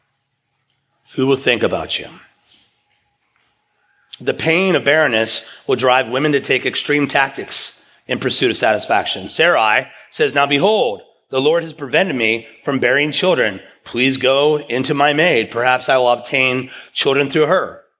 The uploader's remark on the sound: preached at East River Church